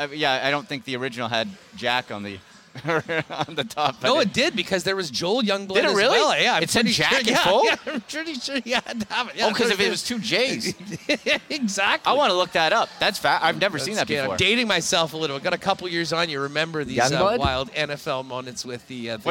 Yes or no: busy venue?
yes